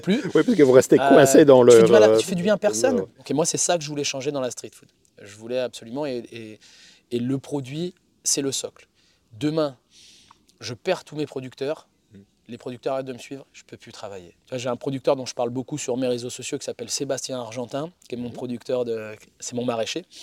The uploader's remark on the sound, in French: Cet épisode a été enregistré lors du second Master Camp Traeger France le 15 octobre 2023.